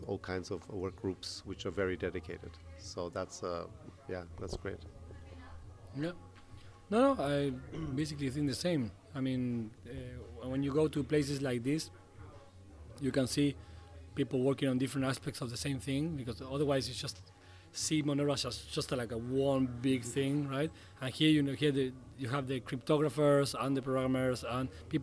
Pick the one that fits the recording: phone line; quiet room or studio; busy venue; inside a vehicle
busy venue